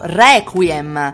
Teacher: È aperto, la E aperta sulla prima E